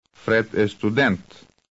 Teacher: In the first answer, the primary stress falls on Фред, since the question is about the subject. In the second answer, the primary stress falls on student, since the question is about the object.